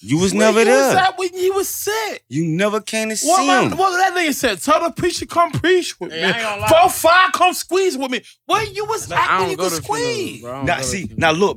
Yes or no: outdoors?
no